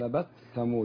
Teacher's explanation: نفصل بين التاء والثاء بالهمس